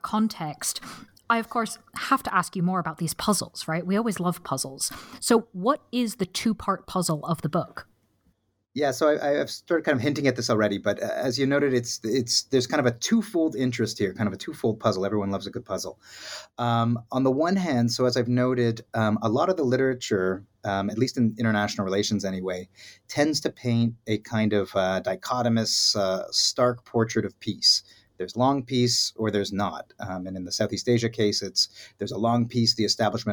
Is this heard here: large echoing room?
no